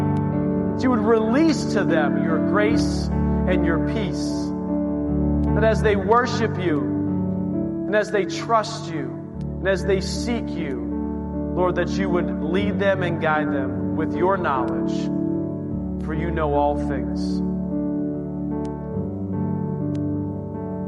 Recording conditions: large echoing room